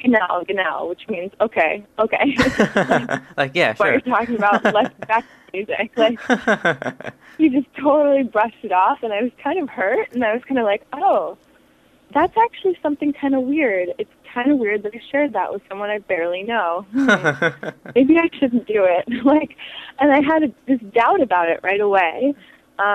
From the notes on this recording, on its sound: Joins me via telephone from New York for an interview.